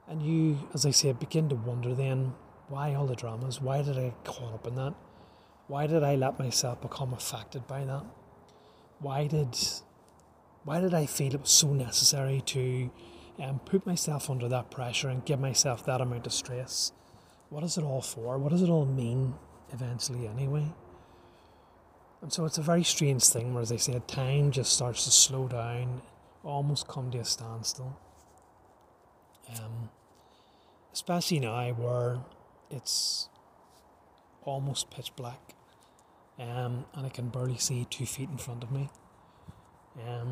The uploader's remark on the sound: An odd podcast that was recorded the previous night when I was trying to detox myself in nature. Please don't be put off by the lack of polish,this was recorded in nature itself at dusk.